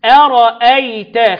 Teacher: الهمزة الأولى والهمزة الثانية اللي هي الحرف الثالث في الكلمة كله مرقق